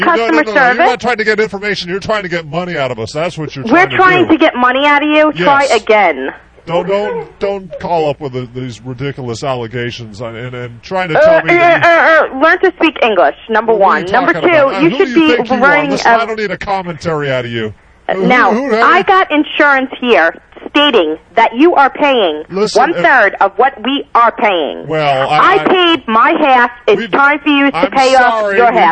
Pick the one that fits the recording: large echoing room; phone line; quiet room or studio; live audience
phone line